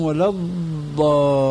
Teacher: هذه ضاد ليست إلا دالة مفخمة كما يقول علماء التجويد